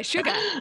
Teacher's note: Oh, Irish sugar, eh? So you can hear, yeah, sugar. There's no R.